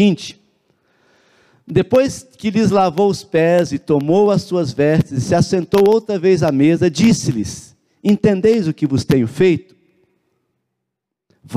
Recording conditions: large echoing room